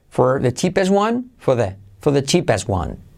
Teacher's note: al decirlo rápido ese for, la R decae